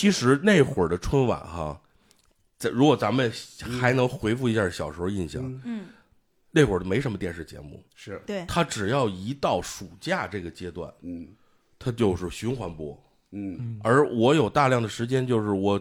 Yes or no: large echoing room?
no